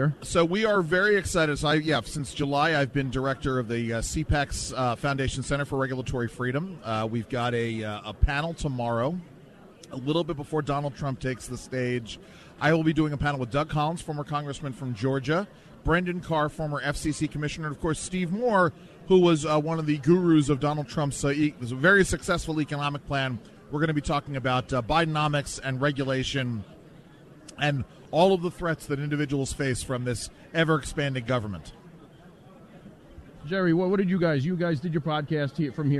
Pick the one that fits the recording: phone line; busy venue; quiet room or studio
busy venue